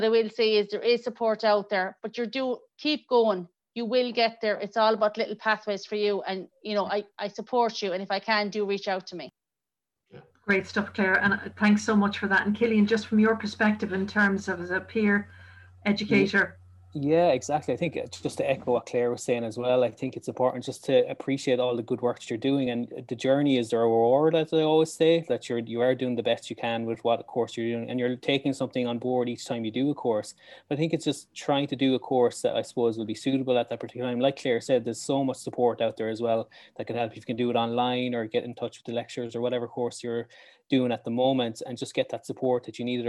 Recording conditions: video call